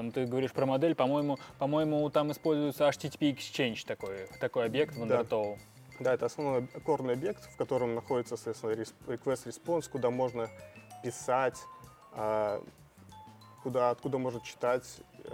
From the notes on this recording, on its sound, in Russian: Подкаст записан на конференции